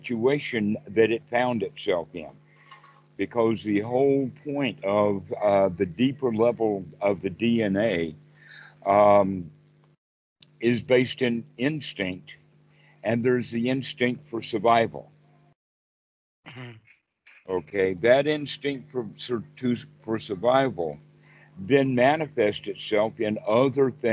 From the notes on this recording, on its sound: skype calls on this channel